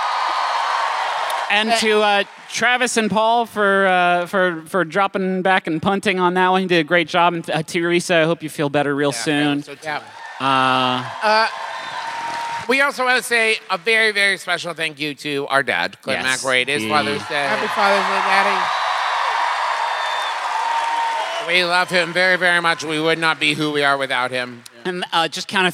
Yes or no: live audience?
yes